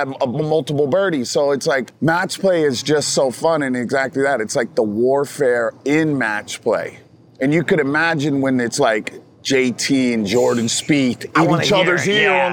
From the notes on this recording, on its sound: Shot on location at Top Golf Las Vegas.